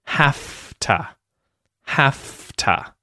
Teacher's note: The interesting thing with have to, when these join together, you will notice that the V sound, the voiced V sound, becomes an F sound, an unvoiced F sound. So you'll hear have to, have to.